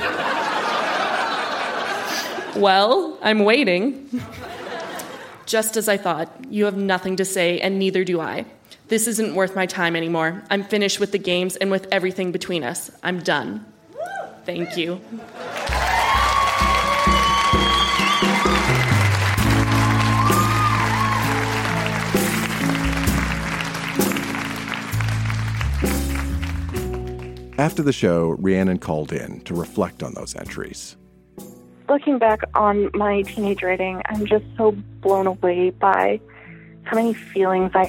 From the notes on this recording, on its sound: Recorded live at the Park Theatre in Winnipeg.